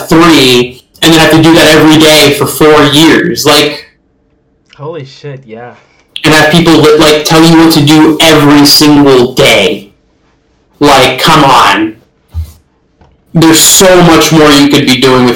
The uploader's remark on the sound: This audio in this podcast was pretty messed up